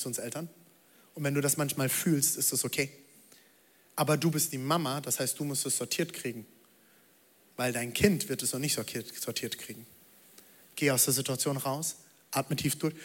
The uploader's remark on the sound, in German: Audiomitschnitt der Predigt